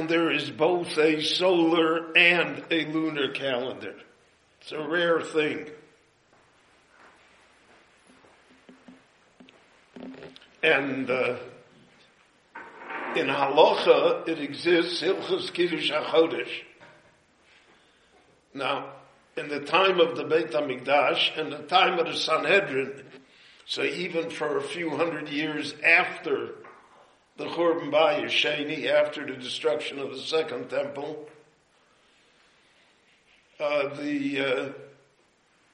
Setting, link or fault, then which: setting, live audience